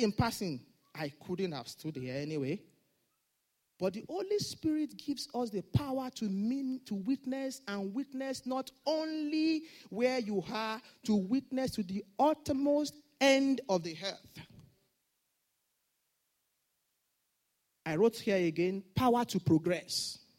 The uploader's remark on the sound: Sunday Service message. Fountain of Love, RCCG Aberdeen, UK.